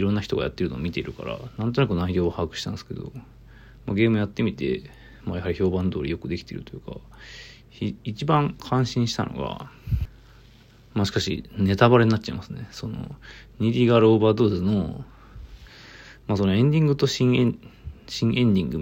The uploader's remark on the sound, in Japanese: From Radiotalk。ボイスメモです。